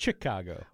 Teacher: Chicago is not a ch sound. It's a sh sound.